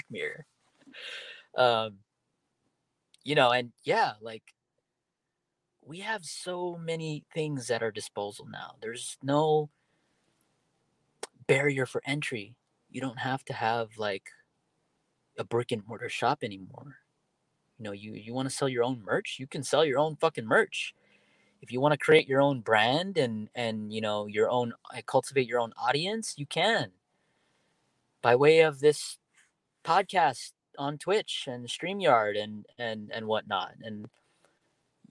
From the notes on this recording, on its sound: My first podcast done solo in my car.